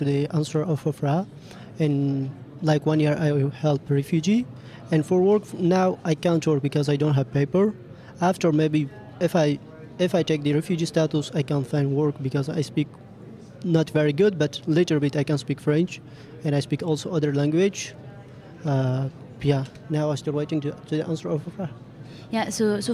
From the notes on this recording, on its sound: Suite de notre 1er plateau enregistré au Pont Ephémère lors de l'expo "Cartographie du non-accueil". Recorded at the Point Ephémère during the exhibition "Cartographie du non-accueil".